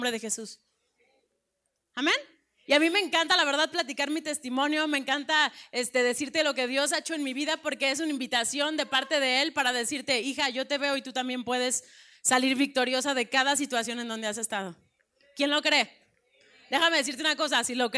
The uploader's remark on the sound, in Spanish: Predica grabada en el Desayuno Entre Amigas - Feb 2020